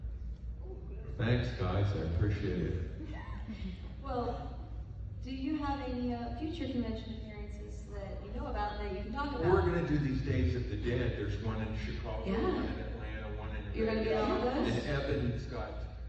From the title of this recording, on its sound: panel, Days of the Dead Indy - July 18, 2021